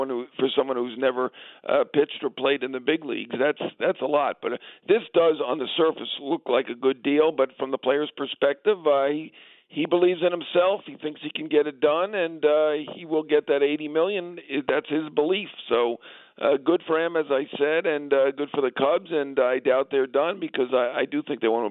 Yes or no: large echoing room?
no